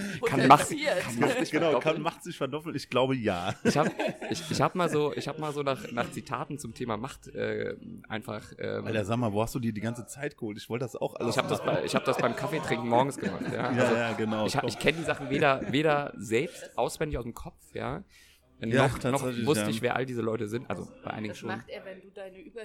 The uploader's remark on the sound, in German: Aufgenommen haben wir den Podcast in einer unserer Lieblings kneipen in Frankfurt.